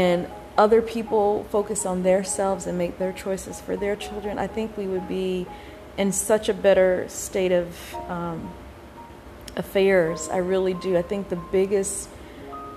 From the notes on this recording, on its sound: My apologies for the static background noise everyone.